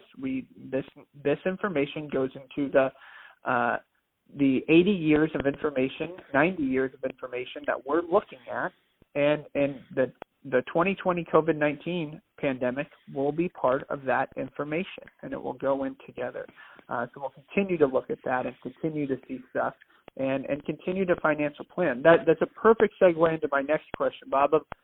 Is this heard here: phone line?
yes